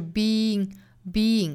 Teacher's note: be 和后面的 ing 的 in 中间会加一个小小的 y 的辅音来连贯这两个元音